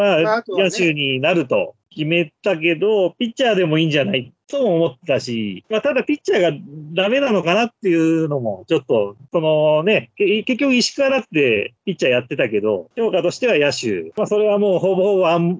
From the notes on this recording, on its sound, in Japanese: 今回はリモートで音声が悪いです。